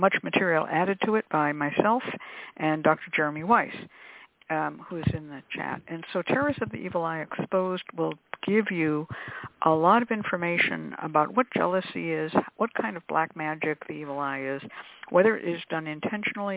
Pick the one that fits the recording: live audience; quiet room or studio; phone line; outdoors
phone line